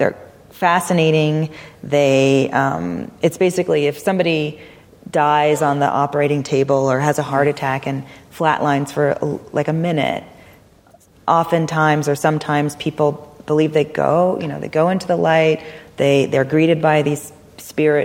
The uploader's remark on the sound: Recorded at the Lensic Theater in Santa Fe, New Mexico on February 6, 2019.